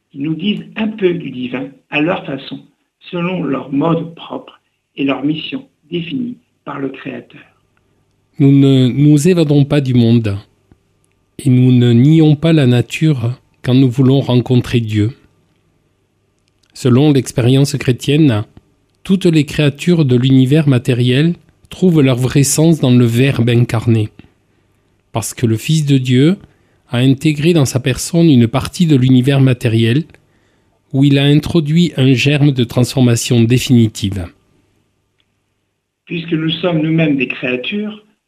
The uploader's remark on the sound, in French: Qui a comme invité par téléphone.